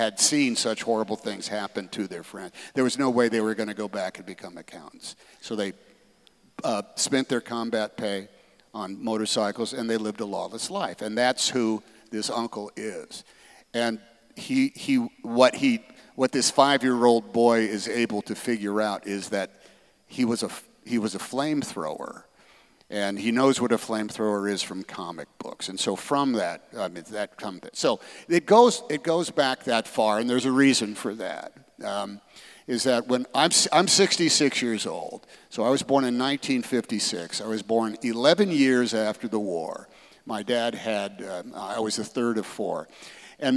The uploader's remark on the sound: on stage at the Keller auditorium in May 2023